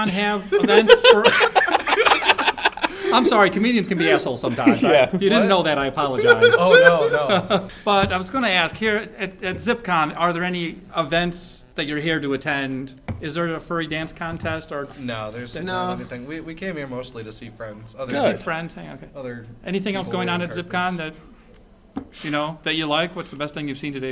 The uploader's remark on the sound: Zipcon 2017 Street Interviews. The Action Comedy Nerd Show live show appeared at Zipcon 2017 at the University of Akron.